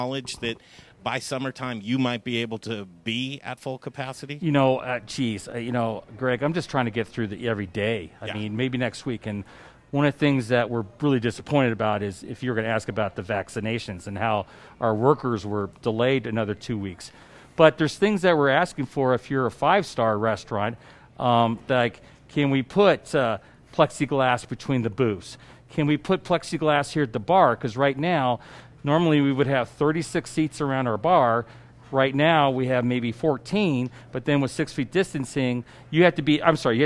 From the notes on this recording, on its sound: We're live at Blake Street Tavern downtown